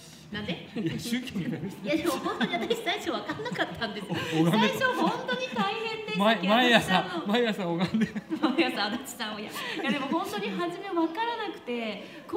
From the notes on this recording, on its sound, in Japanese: あだち珈琲の20周年を記念して大川店に出張収録！